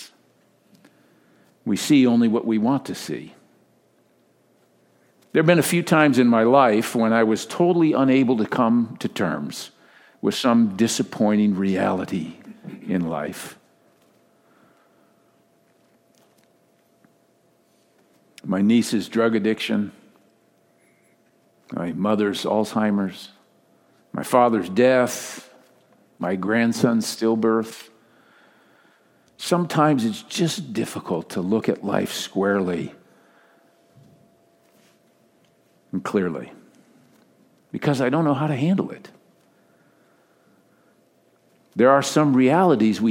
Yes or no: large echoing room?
yes